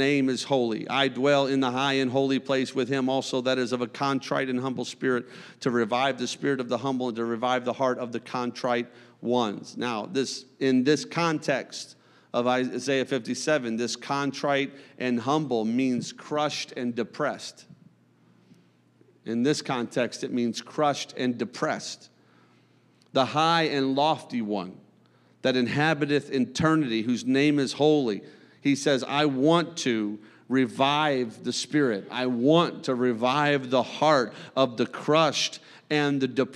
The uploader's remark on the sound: a service recording from Connect Point UPC